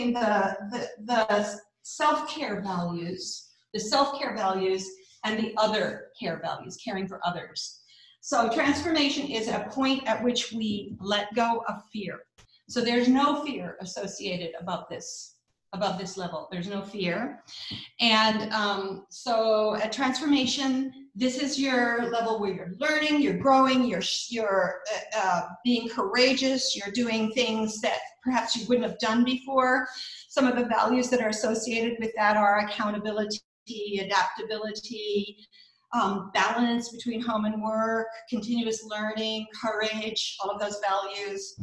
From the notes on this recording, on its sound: Our guest presenter during our first Zoom Happy Hour on April 7th